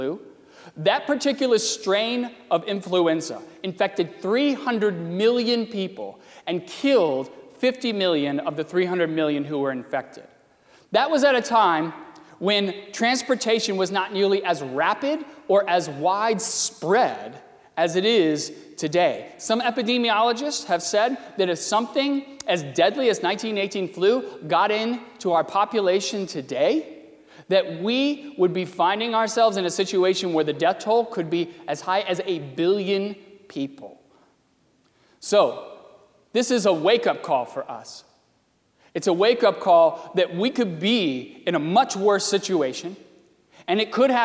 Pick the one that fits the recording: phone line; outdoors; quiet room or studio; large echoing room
large echoing room